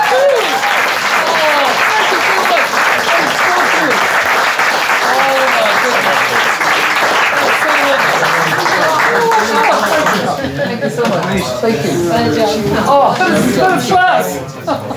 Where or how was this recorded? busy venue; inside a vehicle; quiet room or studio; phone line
busy venue